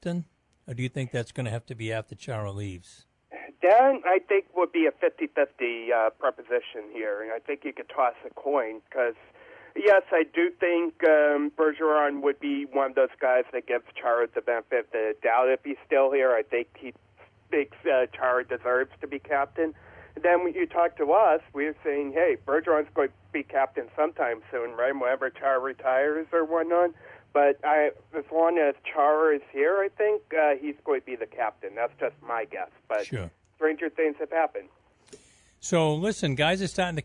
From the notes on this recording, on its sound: Joined on the phone. From the Spectrum Healthcare Partners Studios.